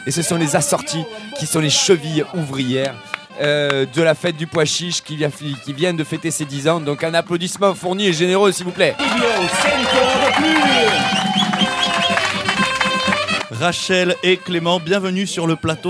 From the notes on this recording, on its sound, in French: Radio Live et participative pour la Festa Fogassa 2017